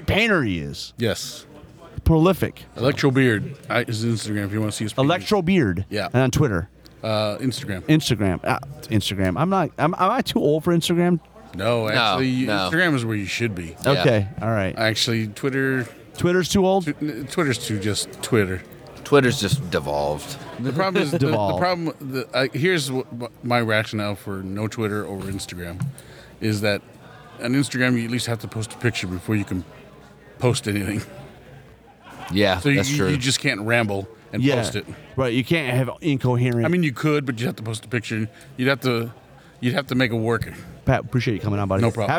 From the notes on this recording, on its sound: Counter Charge continues our on-site Adepticon coverage.